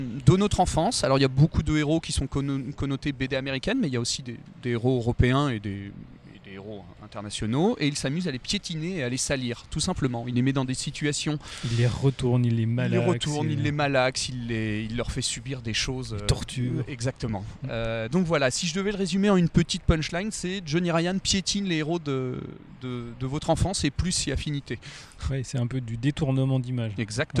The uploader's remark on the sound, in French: Présent à Saint-Malo lors de la dernière édition du festival Quai des bulles. Confortablement assis le long des quais, accompagné par le chant gracieux des mouettes.